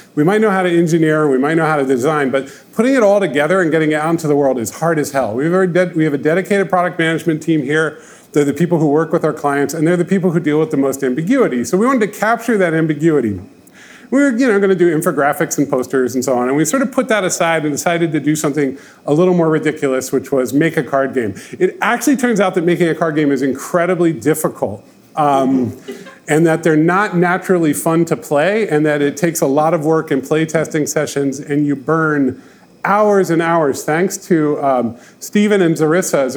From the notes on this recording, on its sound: record a live podcast episode at our Ship It!